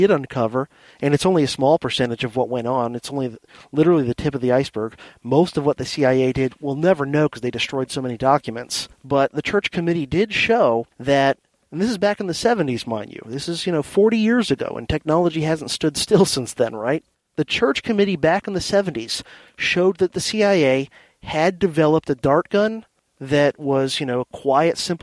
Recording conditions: inside a vehicle